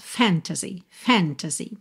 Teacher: a palavra fantasy tem a sílaba tônica na primeira sílaba.